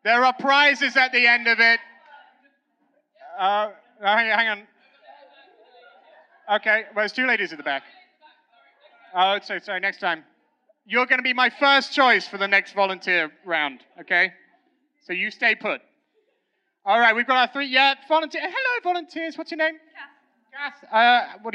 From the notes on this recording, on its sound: Recorded live at Pomfest, it's an extra special Pomcast! It's like you were in the audience too!